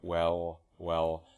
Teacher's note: I'm opening my jaw a little bit, and that's allowing the tongue body to shift back a little bit.